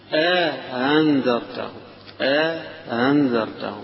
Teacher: يبقى همزة بعدها مدة بعدها همزة مسهلة